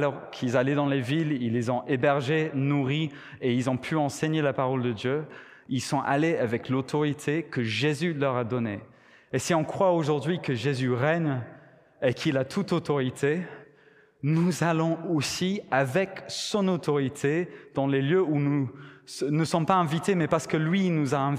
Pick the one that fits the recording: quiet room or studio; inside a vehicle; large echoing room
large echoing room